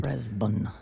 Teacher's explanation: Stress on the first syllable